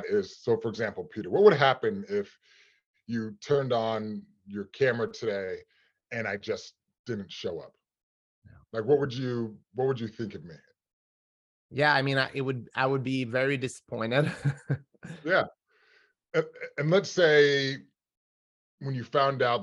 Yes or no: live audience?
no